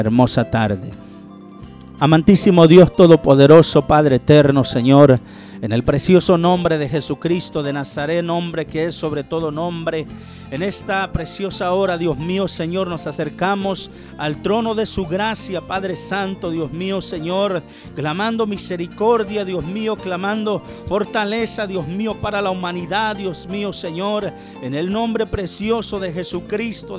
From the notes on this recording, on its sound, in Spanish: TRASMISION EN VIVO DE LA IGLESIA CRISTIANA MARANATHA JESUCRISTO VIENE